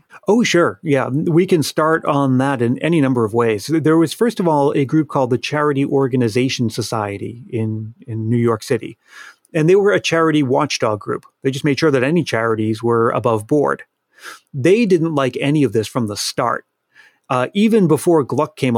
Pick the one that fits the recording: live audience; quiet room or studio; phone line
quiet room or studio